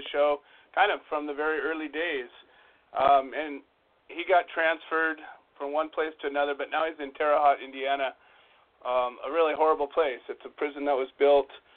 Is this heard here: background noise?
no